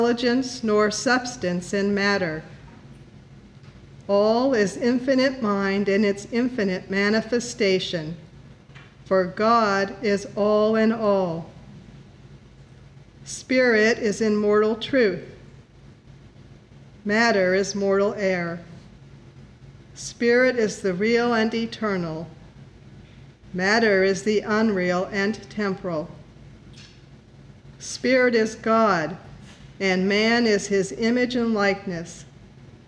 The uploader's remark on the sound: The Sunday service audio